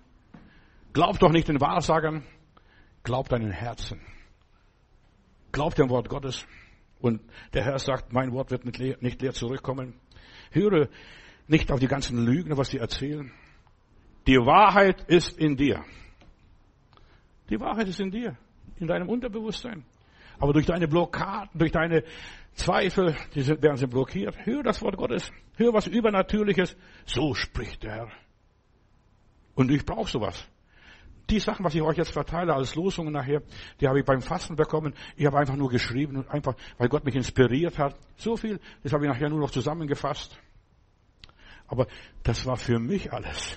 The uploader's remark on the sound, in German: Januar 2024 im Gemeinde-Zentrum in Berlin aufgenommen.